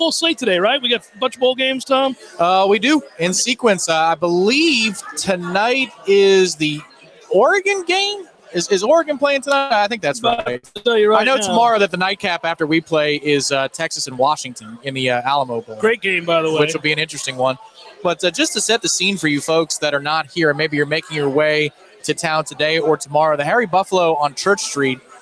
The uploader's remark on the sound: LIVE from the Harry Buffalo in Orlando!